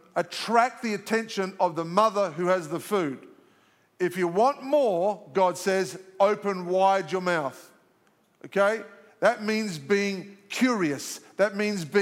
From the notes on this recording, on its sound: live from our 10am service at our Alpharetta campus on Sunday, February 11th